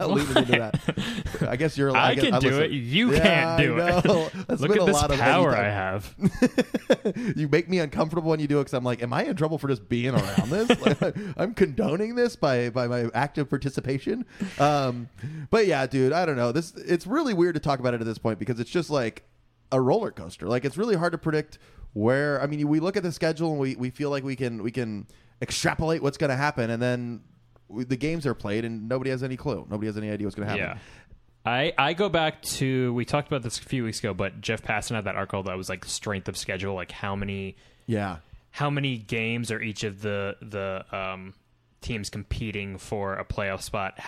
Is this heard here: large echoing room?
no